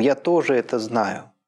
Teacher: появилось слово «тоже», и логическое ударение упало на него.